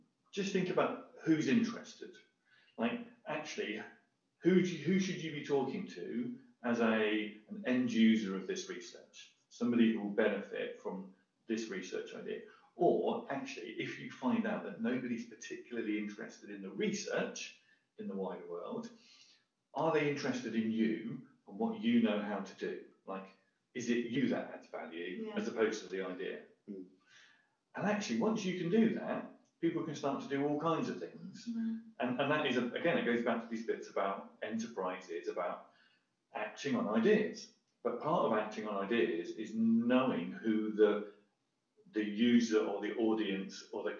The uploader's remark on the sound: Our first ever podcast (before we got some better microphones!